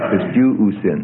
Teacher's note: Kind of get a glottal stop between the two diphthongs.